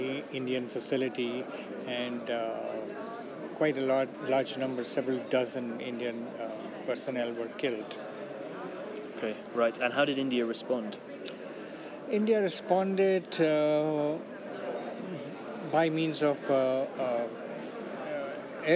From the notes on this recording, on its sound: speaks to us from the International Studies Association conference in Toronto